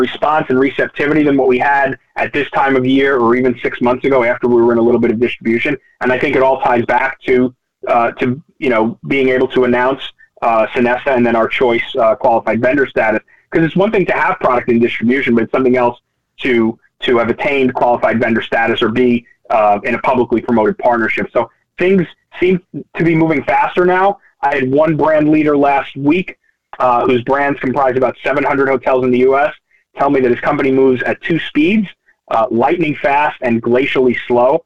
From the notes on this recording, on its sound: Nightfood June 2023 Conference Call. Answer investor questions.